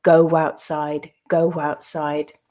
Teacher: But we can also think about the phrase go outside, where there is no written W, but where we still hear that W sound coming through to link between the O and the OW · Term: intrusive W